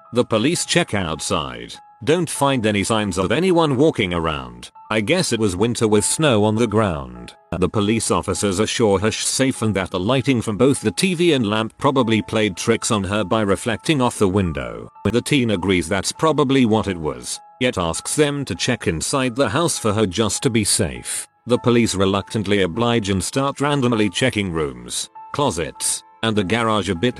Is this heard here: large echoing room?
no